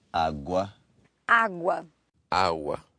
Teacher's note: It just disappeared, that G, didn't it?